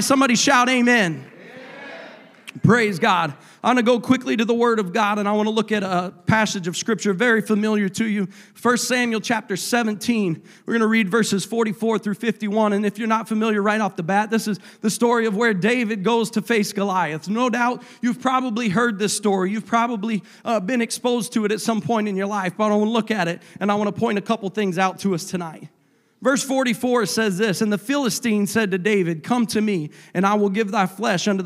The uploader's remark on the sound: a service recording from Connect Point UPC